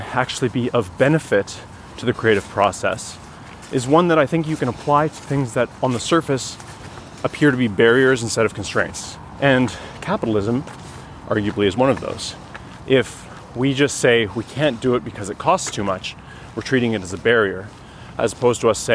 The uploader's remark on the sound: This conversation was recorded on May 2, 2021, on a long walk. Home in Ottawa along bike paths and into the Ottawa Arboretum.